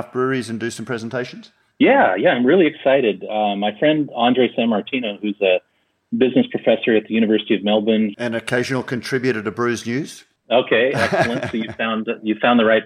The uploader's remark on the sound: We caught up with him by phone